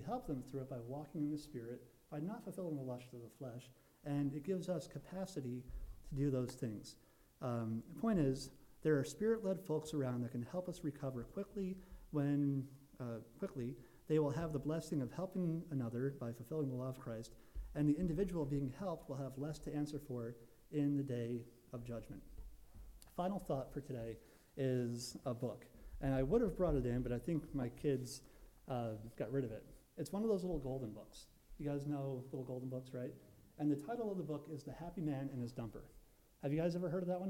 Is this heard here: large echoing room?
yes